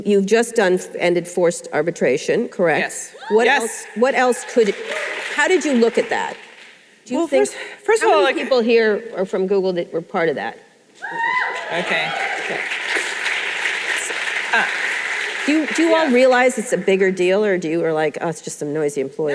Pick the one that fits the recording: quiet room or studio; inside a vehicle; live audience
live audience